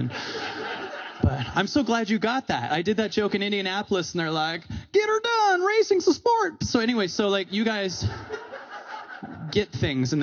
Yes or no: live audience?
yes